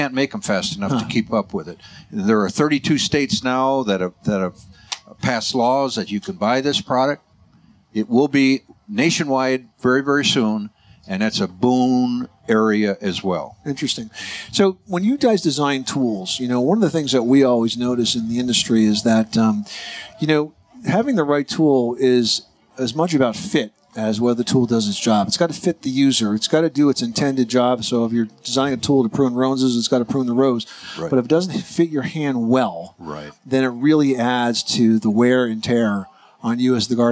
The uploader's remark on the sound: Live from the 2018 National Hardware Show.